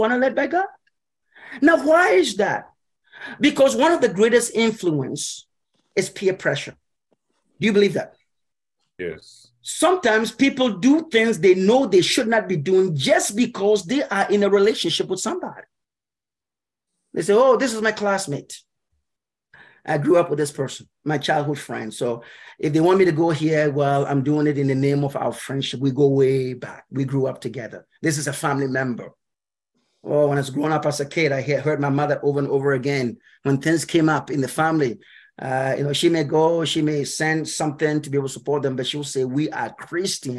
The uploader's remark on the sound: Message taught via Zoom at Church of Pentecost USA—PIWC, Silver Spring, MD.